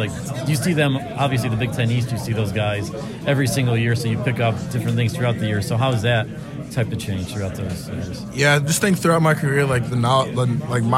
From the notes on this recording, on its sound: Went to Cotton Bowl Media Day and got a handful of interviews with Penn State and Memphis players.